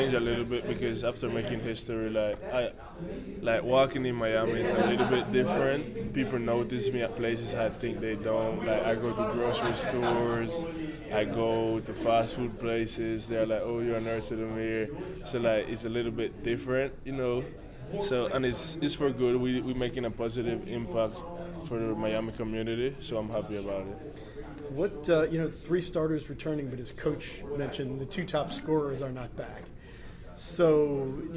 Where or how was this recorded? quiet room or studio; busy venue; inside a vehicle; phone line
busy venue